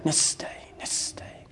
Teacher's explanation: السين اللي هي فيها حرف الصفير اللي هي حدة، الصفير والحدة في الصوت